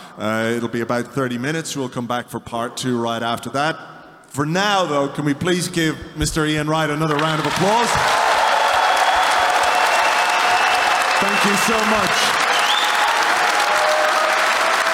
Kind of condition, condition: setting, live audience